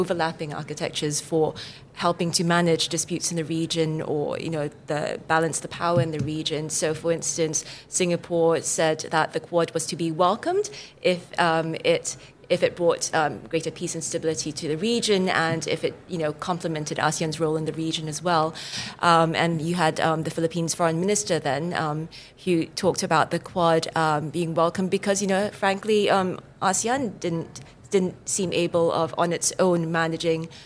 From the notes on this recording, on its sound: at the Raisina Dialogue held in New Delhi, March 2023